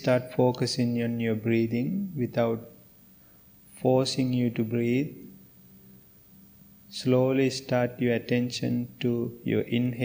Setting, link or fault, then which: setting, large echoing room